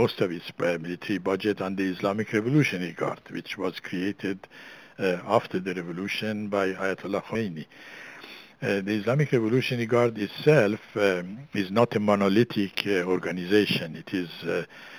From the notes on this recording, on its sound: briefed the Middle East Forum in a conference call